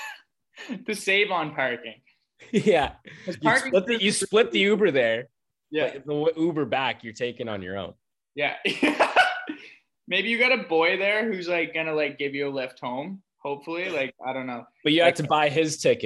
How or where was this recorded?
video call